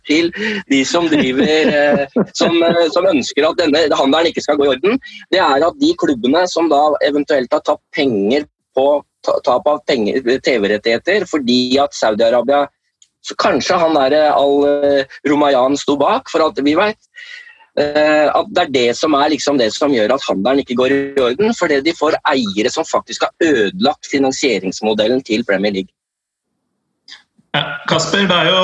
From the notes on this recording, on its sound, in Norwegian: Vi er tilbake på norsk, denne gangen med god, gammel internettopptakslyd!